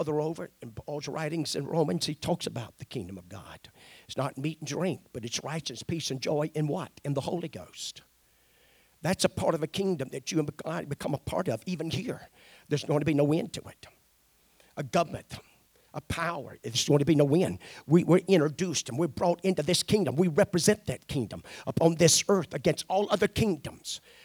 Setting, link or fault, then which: setting, large echoing room